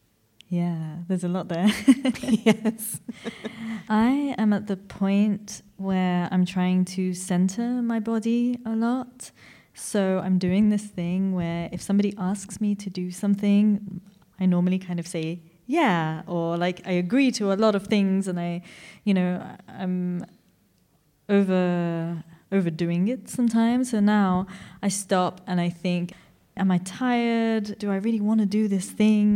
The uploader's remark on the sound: From our live recording at Podfest Berlin.